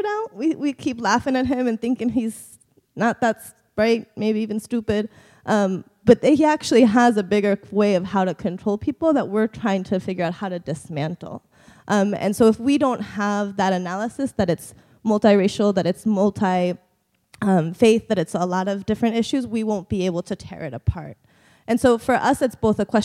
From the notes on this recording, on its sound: Plenary at DWN's 2016 conference.